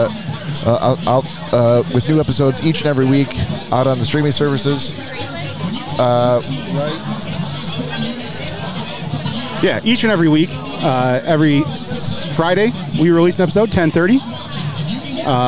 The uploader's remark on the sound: Recorded live from Uncle Ray’s Place in Dearborn Heights, MI during the Detroit Lions v. San Francisco 49ers NFC Championship game.